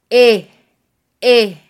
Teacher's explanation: Si nosotros utilizamos un sonido de E más alargado, estaremos utilizando una E con acento grave, es decir, un acento que mide más de 90 grados.